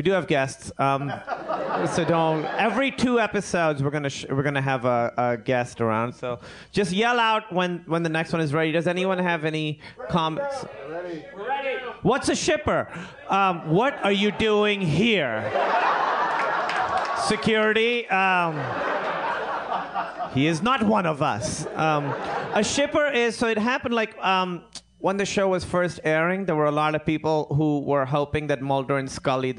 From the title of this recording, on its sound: LIVE From Cinefamily!